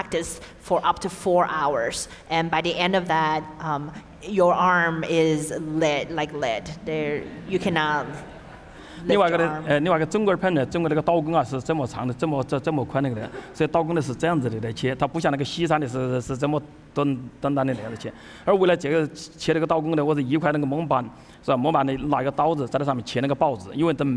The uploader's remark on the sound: Taped at Richmond's historic Hippodrome Theater, where a sellout crowd enjoyed a four-course dinner